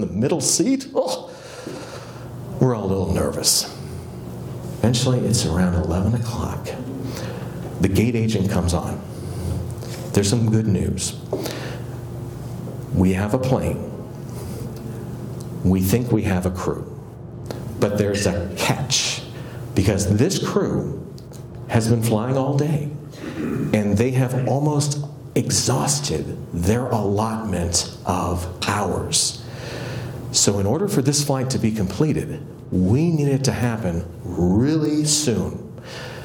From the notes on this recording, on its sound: Excerpt from one of my keynote presentations.